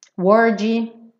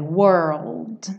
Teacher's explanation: tem que ter tempo para esses dois sons acontecerem, o R e o L · Shown in: second take